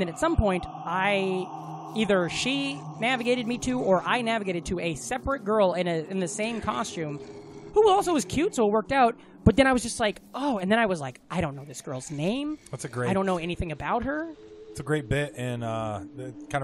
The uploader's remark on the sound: We also recorded the whole episode in a cemetery by a spooky house.